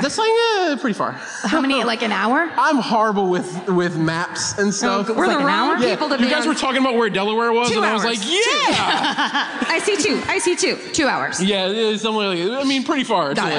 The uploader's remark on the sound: Live At The Keswick Theatre. Comes to you live from the Keswick.